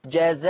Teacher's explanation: إنما هبدل التنوين المفتوح بألف